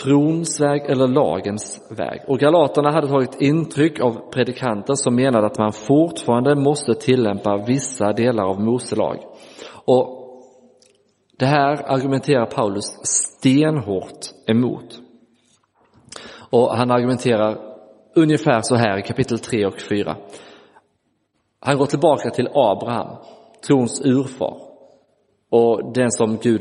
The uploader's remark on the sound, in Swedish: Inspelad i Roseniuskyrkan den 31 december 2023.